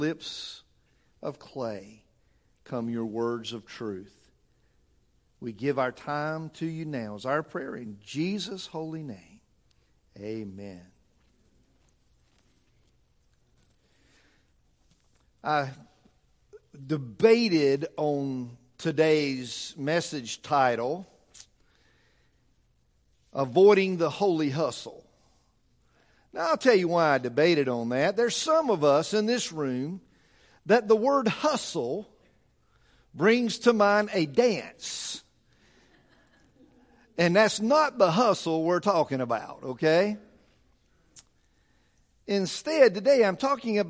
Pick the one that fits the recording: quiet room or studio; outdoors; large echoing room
large echoing room